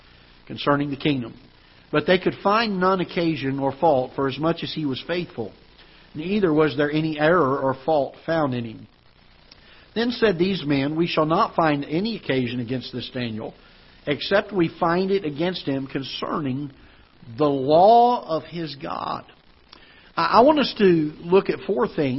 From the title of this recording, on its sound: Ketha Heights Baptist Church ~ Live Broadcast